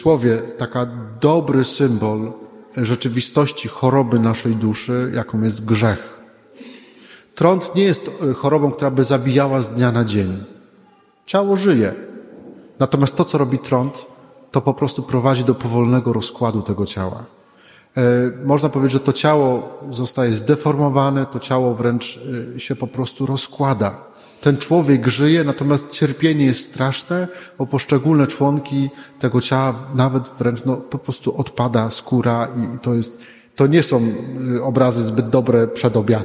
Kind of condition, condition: setting, large echoing room